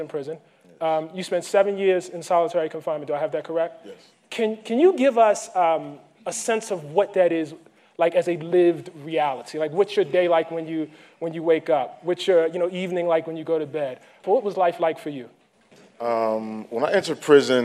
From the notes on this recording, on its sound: took place at the 2015 Aspen Ideas Festival.